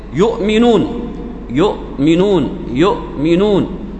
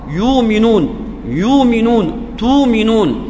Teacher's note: إذا كان قبل الهمزة الساكنة ضمة، تمد هذه الهمزة مد بالواو